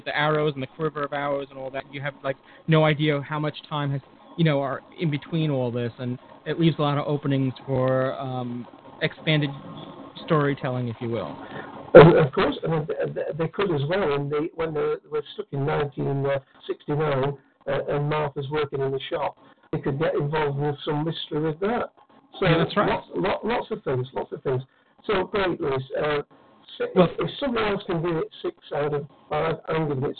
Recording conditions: phone line